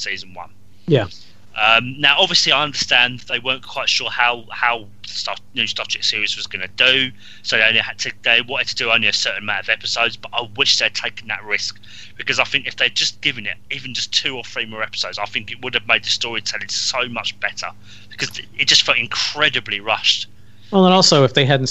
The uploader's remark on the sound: this episode had some minor sound difficulties